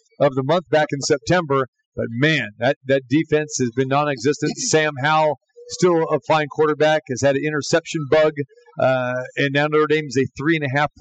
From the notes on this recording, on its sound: Live from The Cosmopolitan of Las Vegas